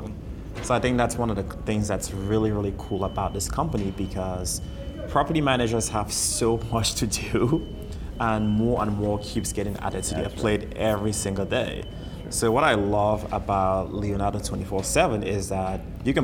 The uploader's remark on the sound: LIVE at Optech